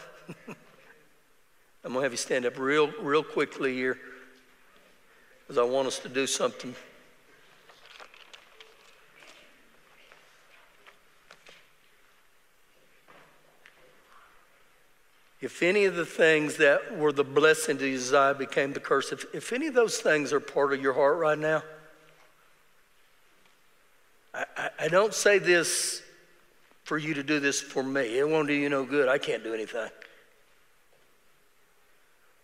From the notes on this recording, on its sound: Recorded live during our Wednesday night service